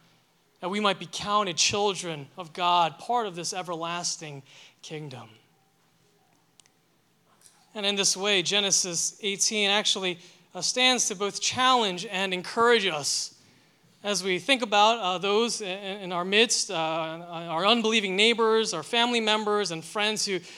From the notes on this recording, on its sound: delivered this sermon for Liberti River Wards' May 14, 2023, Sunday worship service